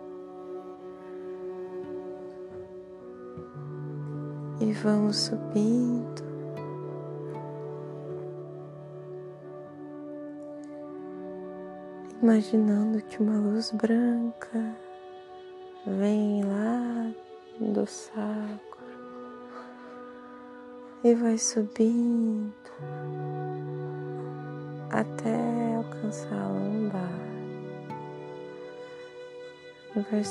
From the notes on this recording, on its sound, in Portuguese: o microfone do celular captou a ressonância dos sons do em torno